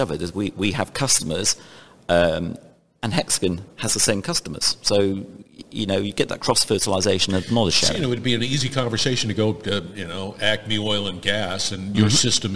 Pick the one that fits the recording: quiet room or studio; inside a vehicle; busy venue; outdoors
busy venue